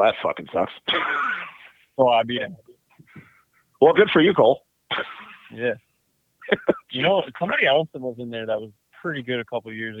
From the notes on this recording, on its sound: Get on the phone.